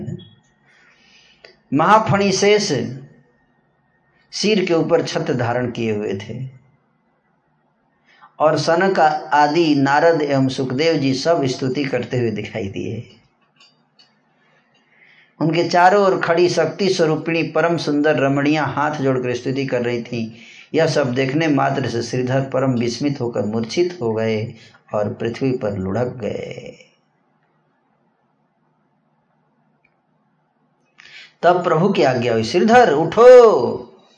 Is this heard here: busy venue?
no